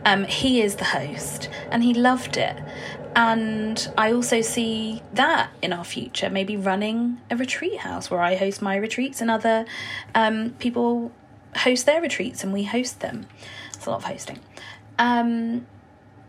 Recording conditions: sounds in the background